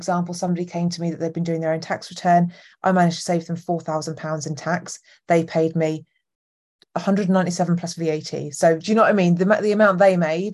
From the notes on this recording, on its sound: This episode was originally recorded as a live session inside my free Facebook community on 10th August 2023.